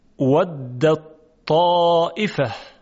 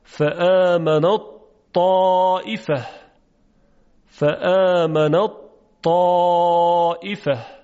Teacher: ادغام متجانسین، چون ت و تا دارای یک مخرجند و هم جنسند با هم دیگه. فآمنت طائفه، ادغام میکنیم فآمنت طائفه، فآمنت طائفه.